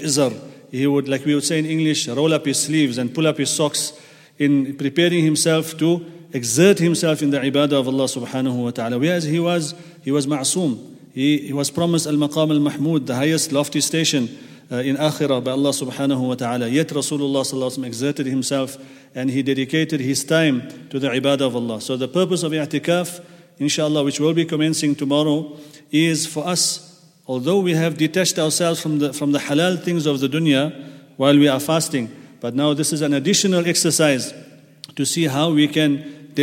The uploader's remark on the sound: at the Houghton Masjid (West Street)